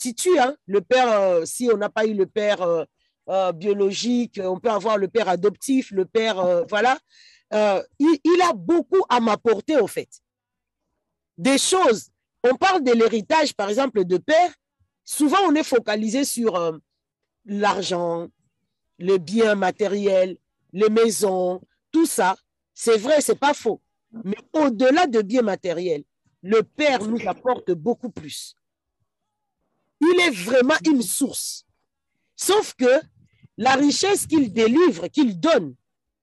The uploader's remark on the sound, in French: Lors de notre dernier atelier sur zoom.